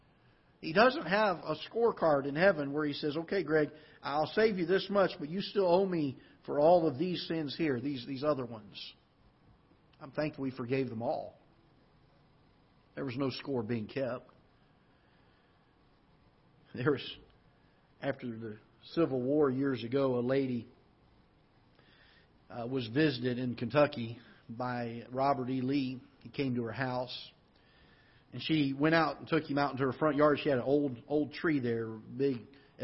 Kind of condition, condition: setting, large echoing room